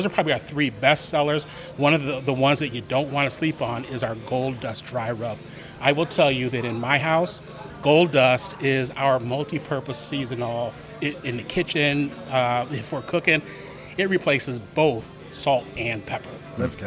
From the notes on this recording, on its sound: In this episode we are on location for day 2 at the 2024 NBBQA conference in San Antonio!